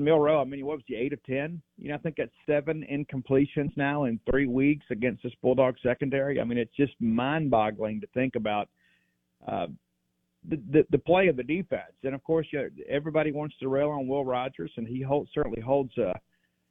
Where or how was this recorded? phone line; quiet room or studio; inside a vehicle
phone line